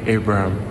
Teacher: la E sembra quasi una I